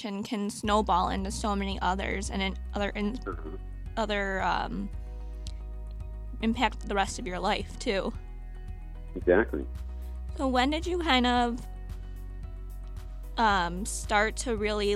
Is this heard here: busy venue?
no